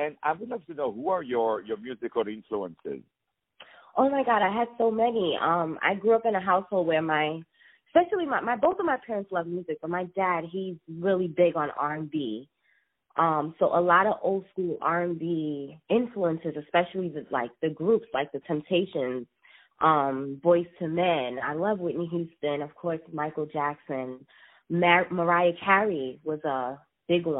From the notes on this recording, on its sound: On the phone